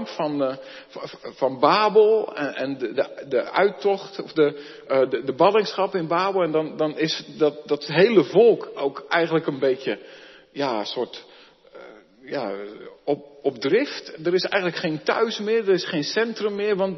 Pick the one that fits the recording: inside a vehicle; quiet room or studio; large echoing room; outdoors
large echoing room